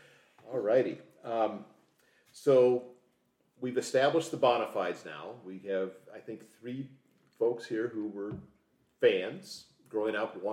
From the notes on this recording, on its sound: As this was recorded at the kitchen table our recording levels are a bit lower than normal so listeners may have to pump up the volume. Family dog Ellie, though not a mother, decided she wanted to be part of the discussion at one point.